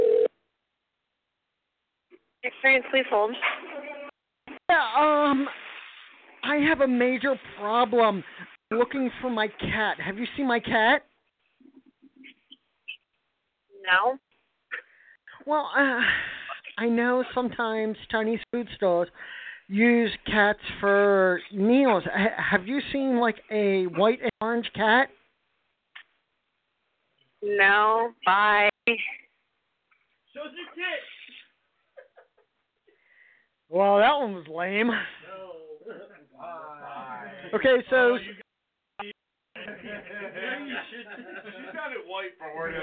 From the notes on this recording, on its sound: One day we will get it right with recording the whole show. We have Wilmington Brew Works calling in to chat with us.